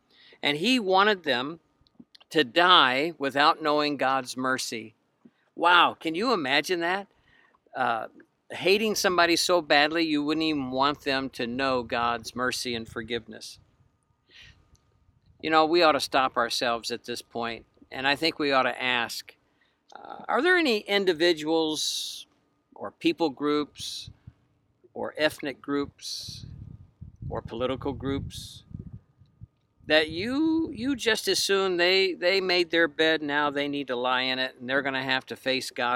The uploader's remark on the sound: It was even recorded from a boat out on Lake Erie.